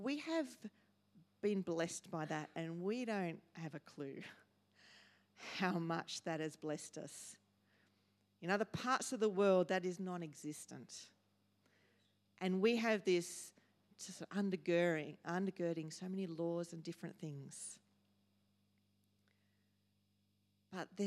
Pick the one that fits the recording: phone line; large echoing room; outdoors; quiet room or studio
large echoing room